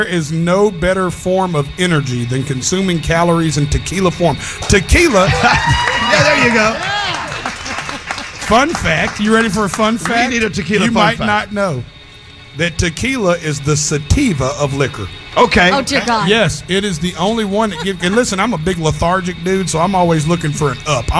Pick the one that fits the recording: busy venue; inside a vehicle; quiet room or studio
busy venue